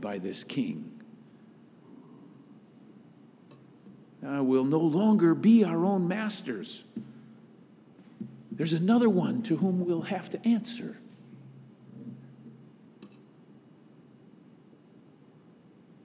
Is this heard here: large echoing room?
yes